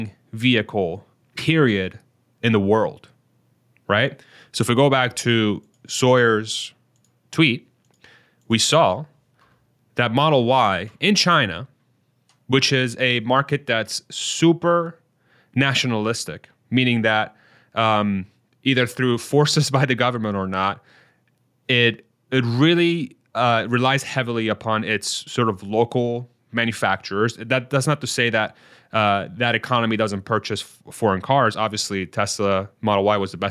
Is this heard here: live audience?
no